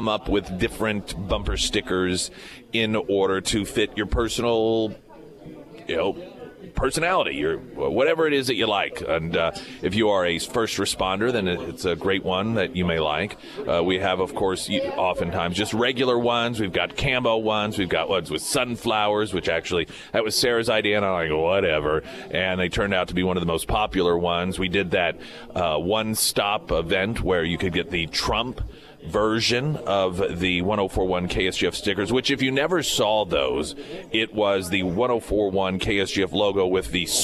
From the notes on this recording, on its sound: live at Scramblers Diner for the Friday Roadshow.